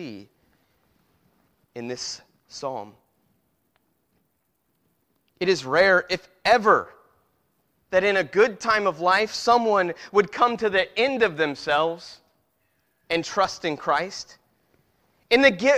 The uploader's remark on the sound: Preached at Christian Fellowship Church, Peru Indiana.